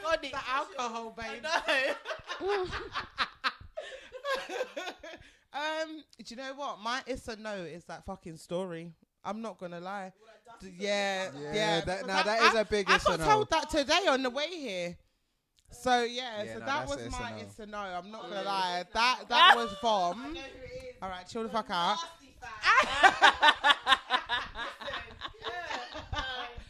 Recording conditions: uneven or low level